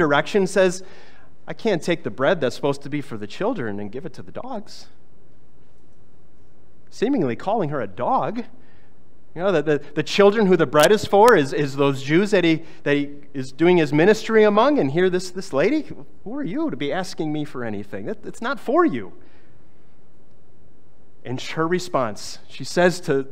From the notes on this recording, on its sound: was preached on August 20, 2023